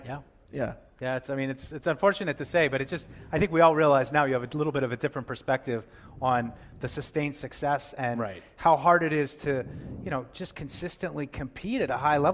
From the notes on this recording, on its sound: Live from Patriots Haus in Germany. Broadcast direct from the Patriots Haus in Frankfurt, Germany for a special live broadcast.